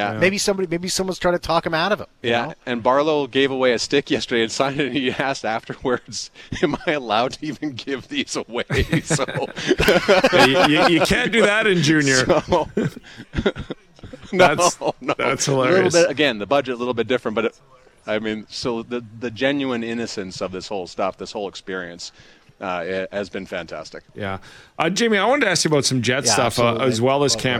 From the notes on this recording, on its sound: LIVE at Jets Development Camp